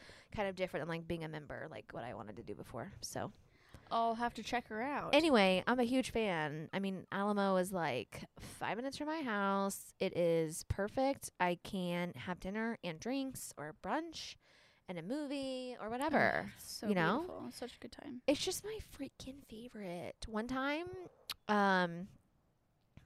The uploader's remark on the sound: This week's episode is brought to you by the great outdoors! The gals switch it up and record on the patio.